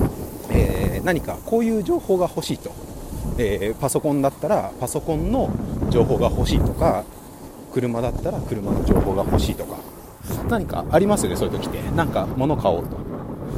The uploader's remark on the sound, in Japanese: ゲレンデトーーク＠白馬乗鞍温泉スキー場 大好きなスノーボードをしながら、音声収録してみました。